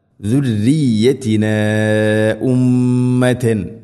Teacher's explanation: മദ് മുൻഫസിൽ നാലോ അഞ്ചോ ഹർക്കത്തിൻ്റെ ഖദറിൽ നീട്ടാവുന്ന മദ്ദാണത്